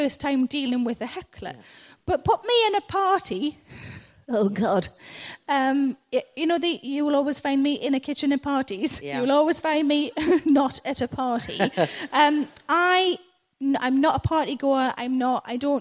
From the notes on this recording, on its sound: In Cambridge for a chat about all sorts of stuff from confidence to class, as well as some questions from the audience.